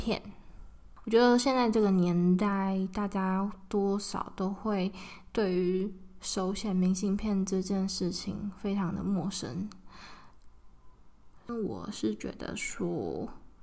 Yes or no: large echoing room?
no